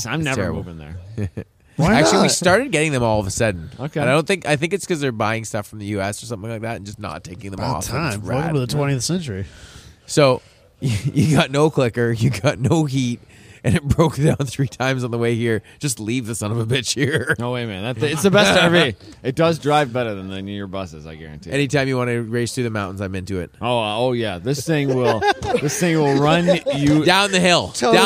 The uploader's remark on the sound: We're still at COTA.